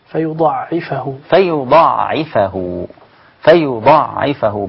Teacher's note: تشديد العين وحذف الألف، وحذف الألف قبلها